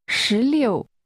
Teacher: 16 is pronounced with rising and falling tones.